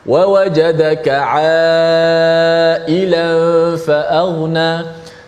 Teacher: panjangnya empat ataupun lima harakat sahaja · Term: mat wajib muttasil